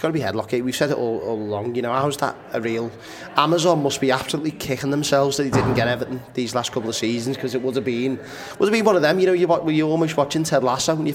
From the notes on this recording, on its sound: Live from The Baltic Fleet.